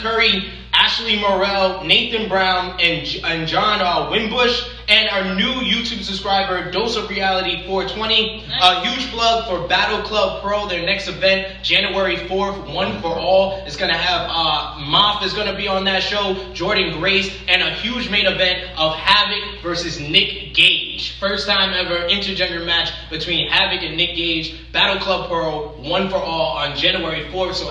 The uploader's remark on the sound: Full Gear LIVE at Luv Story Bar.